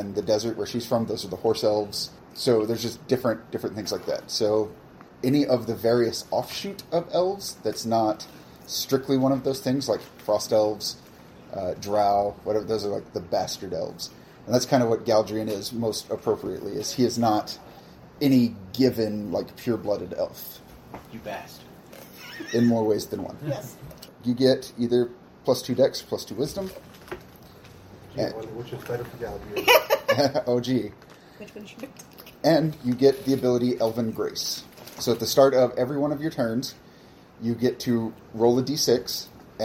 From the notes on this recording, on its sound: While apparently picking up every noise that is occurring in my house. This was recorded on a phone for reference purposes so there's not a lot of QA going on here and we weren't able to scrub all the background noises.